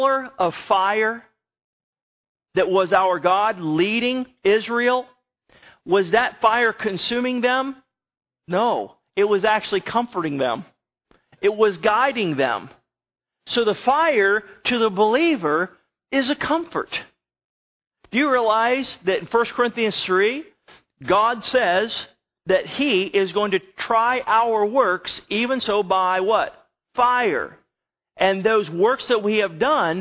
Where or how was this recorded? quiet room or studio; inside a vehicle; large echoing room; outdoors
large echoing room